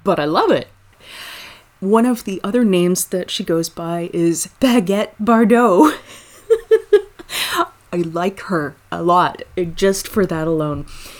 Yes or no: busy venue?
no